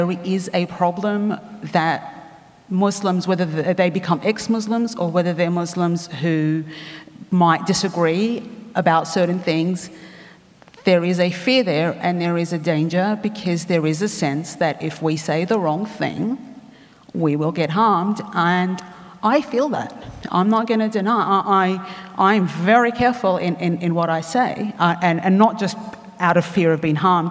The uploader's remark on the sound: recorded at the 2017 Newcastle Writers Festival